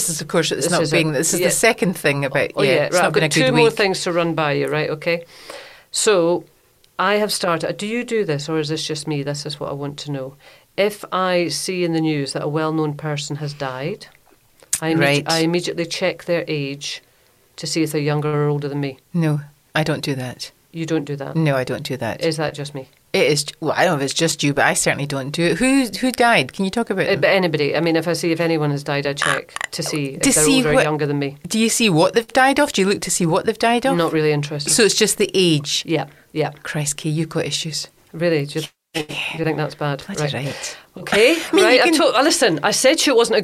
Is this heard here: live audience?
no